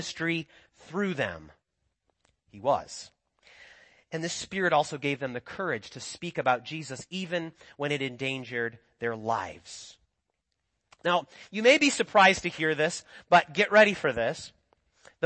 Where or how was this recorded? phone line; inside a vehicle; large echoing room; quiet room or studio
large echoing room